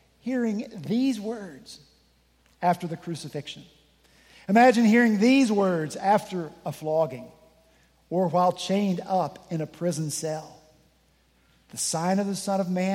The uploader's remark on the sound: This past Sunday, September 10 at Redeemer Presbyterian Church in Charleston, SC. At Redeemer Presbyterian Church in Charleston, SC, many of us braved the coming storm to join with a few other congregations whose buildings were closed due to the storm.